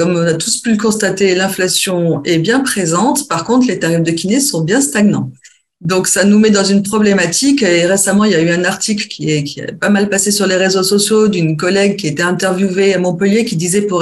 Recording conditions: video call